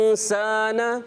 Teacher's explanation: آواز کو ناک میں لے کر جاتے ہیں اور پھر اس کی آواز جو ہے یعنی کہ نون جو ہوتا ہے یہ کلیئر ادا نہیں کرتے، اس میں نون چھپ جاتا ہے · Term: اخفا